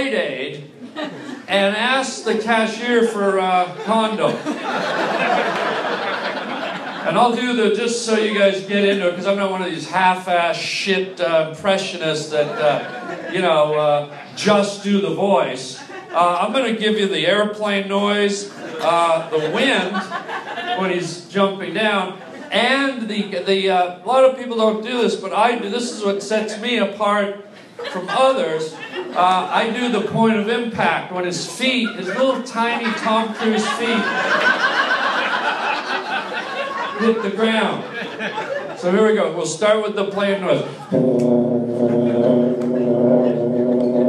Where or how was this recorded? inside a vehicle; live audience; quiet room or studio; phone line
live audience